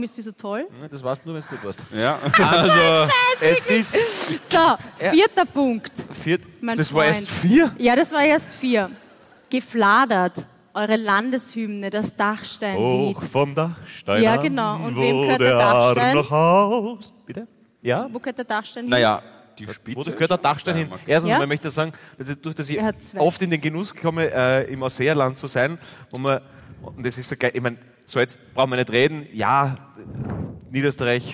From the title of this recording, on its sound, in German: Hawi D'Ehre LIVE - St.Pölten